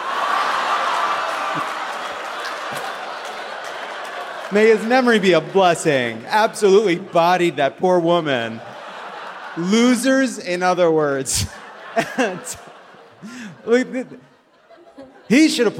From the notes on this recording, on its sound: Live from Madison! Brings the dairy sweats to the beautiful Barrymore Theatre in Madison, Wisconsin!